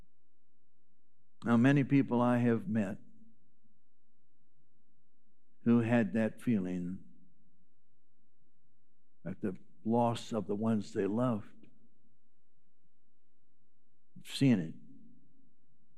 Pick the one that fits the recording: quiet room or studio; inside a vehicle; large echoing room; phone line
large echoing room